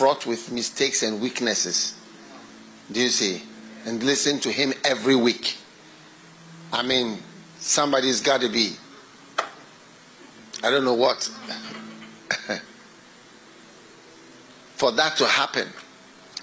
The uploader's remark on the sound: Preached at the FLOW Church Service.